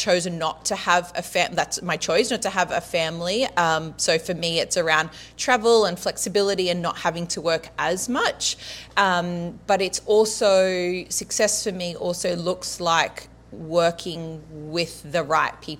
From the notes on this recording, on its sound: In this episdoe I'm sharing the audio from my first event, Flourish + Thrive.